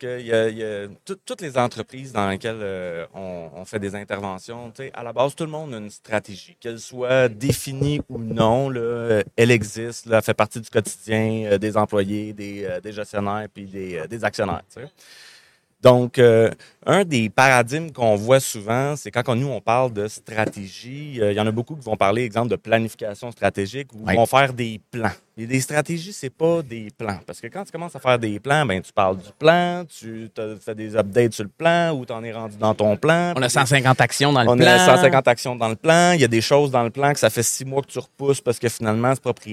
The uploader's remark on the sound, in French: MXO en direct de Stratégies PME.